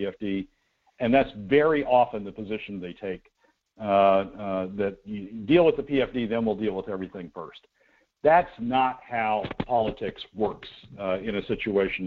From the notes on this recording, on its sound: The Show broadcasts on FacebookLive and via streaming audio from the Show's website weekdays from 6–8am. As listeners will note about half-way through, we ran into some technical issues while recording this week's segment, but by resorting to the old school approach of calling in, we overcame and finished.